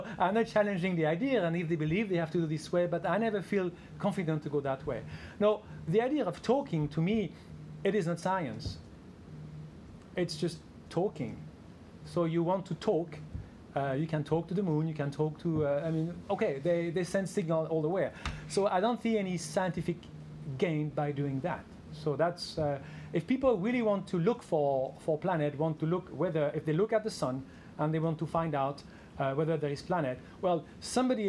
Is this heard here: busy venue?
yes